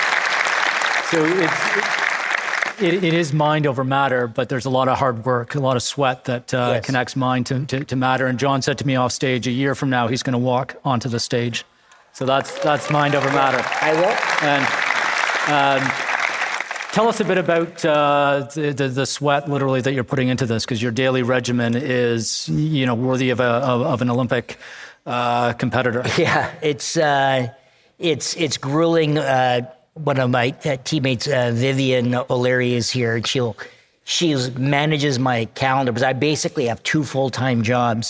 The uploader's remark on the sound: LIVE at ELEVATE Festival. At the ELEVATE Festival in downtown Toronto — the largest gathering of creative thought leaders in Canada.